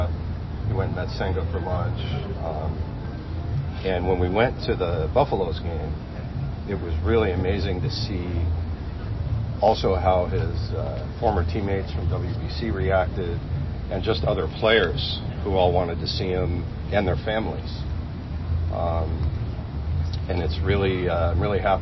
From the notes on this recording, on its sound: Live from the GM Meetings